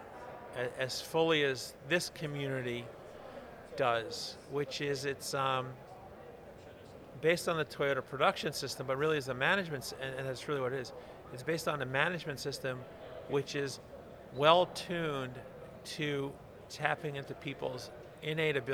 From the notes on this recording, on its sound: From the GBMP Northeast Lean Conference!